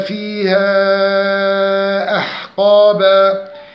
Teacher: مد منفصل لأن حرف المد جاء في الكلمة الأولى والهمزة جاءت في الكلمة الثانية، ومقدار مده 4 حركات أو 5 حركات عند حفص عن طريق الشاطبية.